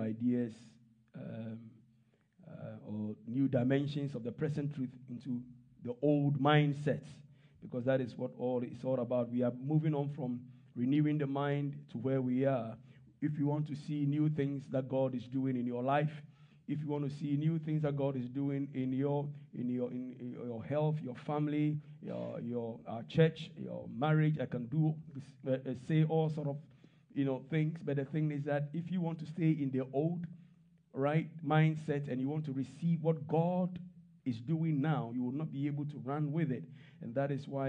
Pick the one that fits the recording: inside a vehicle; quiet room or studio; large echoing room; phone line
large echoing room